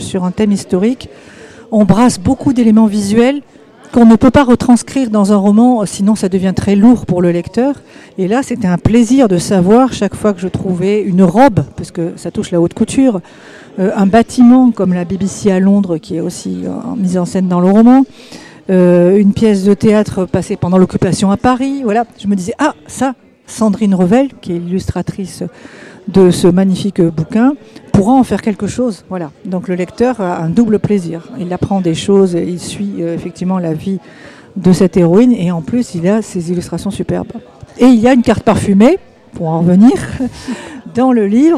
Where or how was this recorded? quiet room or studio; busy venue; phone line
busy venue